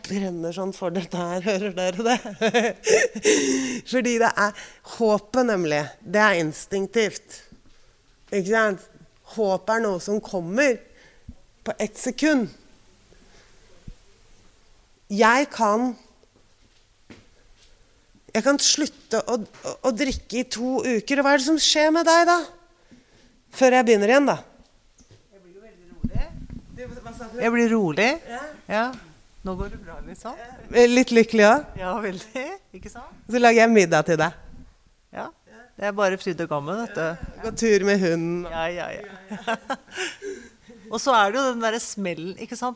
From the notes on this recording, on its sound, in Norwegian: LIVE FRA DOVREHALLEN.